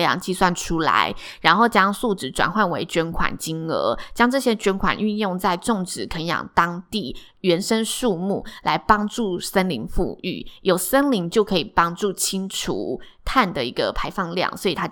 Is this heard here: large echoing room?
no